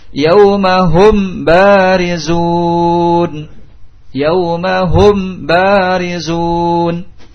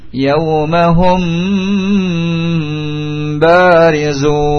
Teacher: Yaumahum ba, disamarkan kepada huruf ba, mim dengan ba, dengan menutup kedua bibir, menempelkan kedua bibir · Shown in: second take · Ini menurut pendapat yang rajih, tidak dibuka sedikit. · Term: ikhfa syafawi